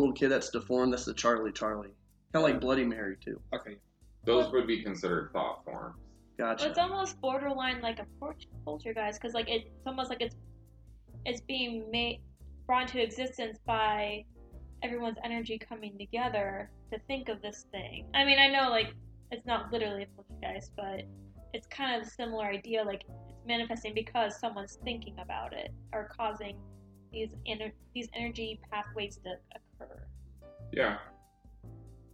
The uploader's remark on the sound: Minor audio quality issues.